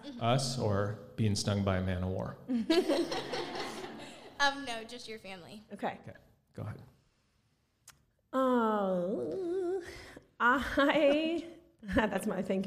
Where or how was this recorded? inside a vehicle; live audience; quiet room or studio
live audience